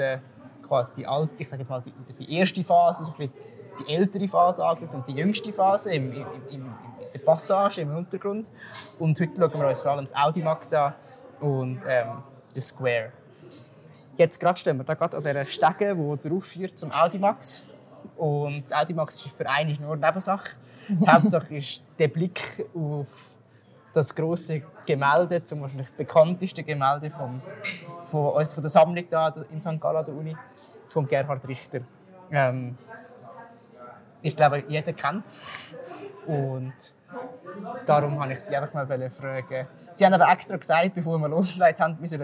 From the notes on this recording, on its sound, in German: Audio-Spaziergang durch den HSG-Campus. Wo wir uns durch das Bibliotheksgebäude und den SQUARE schlängeln.